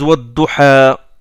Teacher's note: Les Quraysh ne font pas l'inclinaison